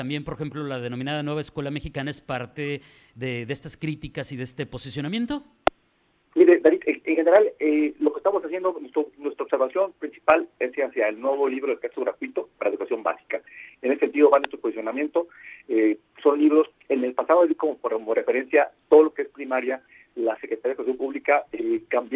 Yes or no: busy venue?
no